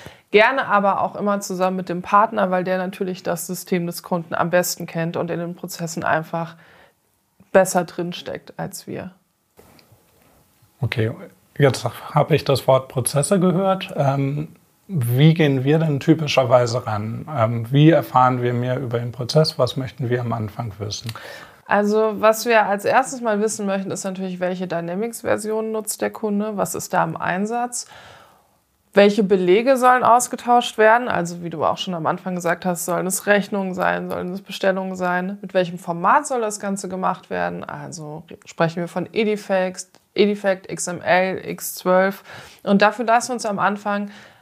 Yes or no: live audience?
no